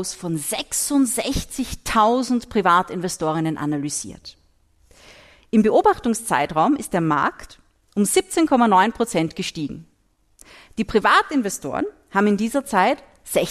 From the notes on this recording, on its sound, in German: Zu Gast beim Podcast Festival der "Kleinen Zeitung" in Graz.